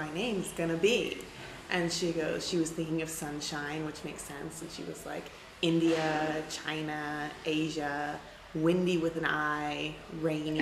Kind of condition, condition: setting, busy venue